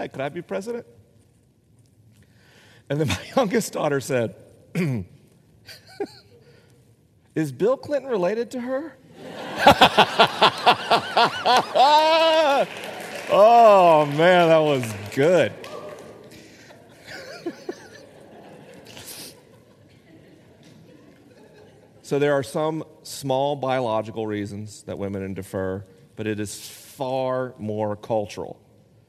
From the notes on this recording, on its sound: This week is a live episode: the questions are unscreened and the answers are unrehearsed.